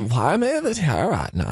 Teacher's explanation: Boy, they all have a unique sound about them, don't they? They have that vocal fry. · And everything ends kind of on an up note.